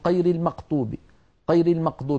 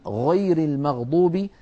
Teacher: قير المقطوب قير المقطوب بالفاتحة بدلا من، بدلا من غير المغضوب يشوبون صوت الغين بشيء من القاف · Shown in: first take